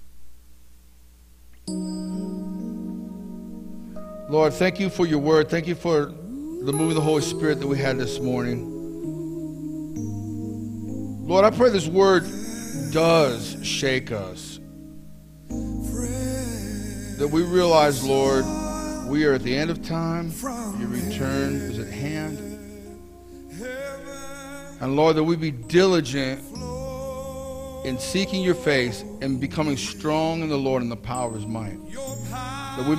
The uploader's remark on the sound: Mt. Zion Church Live!